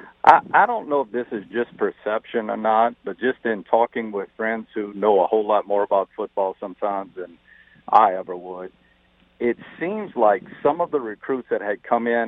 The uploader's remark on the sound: On the phone lines. We wrap up our call-in guests.